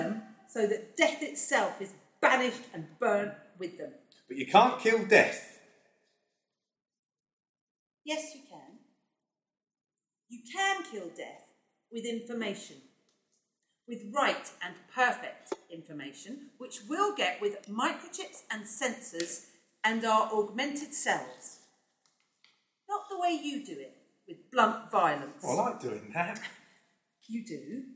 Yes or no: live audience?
yes